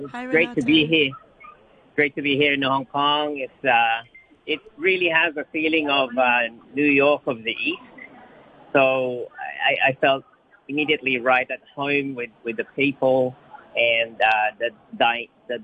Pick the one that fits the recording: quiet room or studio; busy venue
busy venue